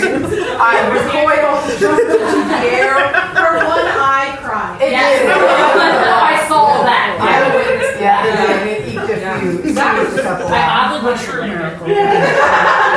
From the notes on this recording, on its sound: Prom Night Live Show. We decided to share the live & uncut Prom Night recording with you! Add some singing and audience participation in the mix.